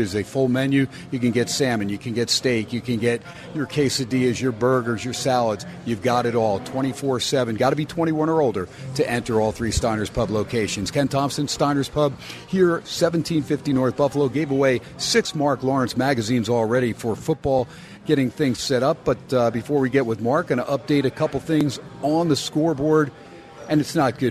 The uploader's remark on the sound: "Live" from #SteinersPub in #LasVegas